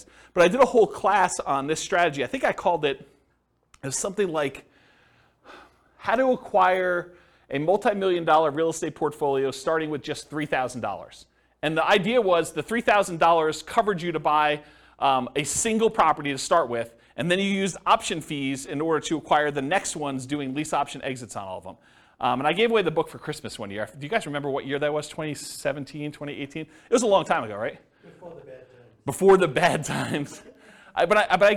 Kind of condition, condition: setting, live audience